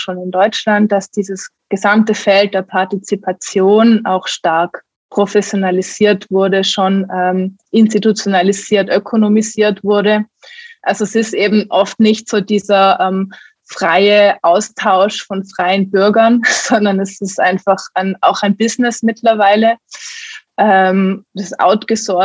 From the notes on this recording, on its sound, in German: Im Zoom-Webtalk.